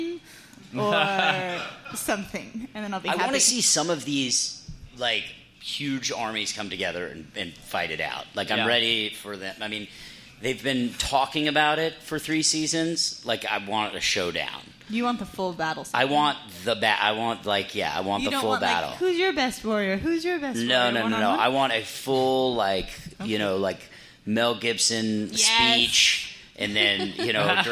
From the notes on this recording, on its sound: taped live at the Jon Lovitz Comedy Club at Universal City Walk